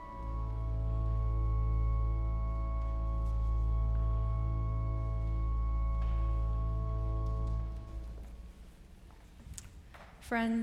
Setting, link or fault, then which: setting, large echoing room